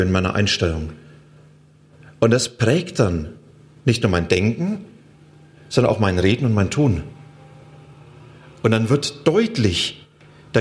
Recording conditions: large echoing room